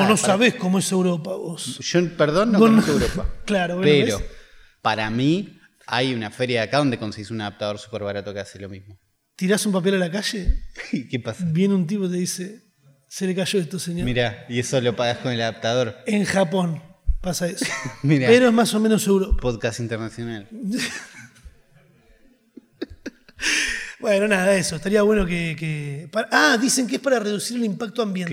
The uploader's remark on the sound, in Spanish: En vivo desde Rosario